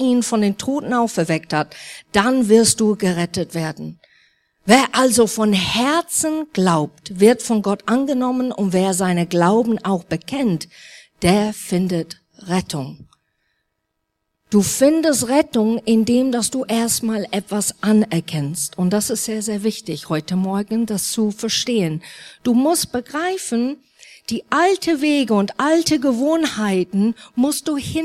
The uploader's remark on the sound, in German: Neujahrsgottesdienst